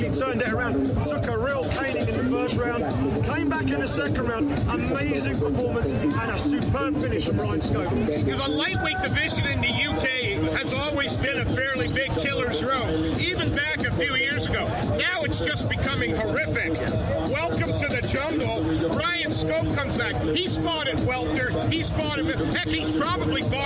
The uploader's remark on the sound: live reaction from cageside at the SSE Hydro